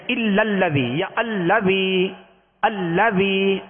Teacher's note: اب یہ لام اس میں جلالت اللہ عز و جل کا لام نہیں ہے، اب اس کو پر نہیں پڑھیں گے. اللذی، یہ قاعدہ پر کرنے کا صرف اس میں جلالت اللہ عز و جل کے لام کا ہے، کہ اس سے پہلے والے حرف پر زبر پیش ہو تو پر پڑھیں گے، زیر ہو تو باریک پڑھیں گے.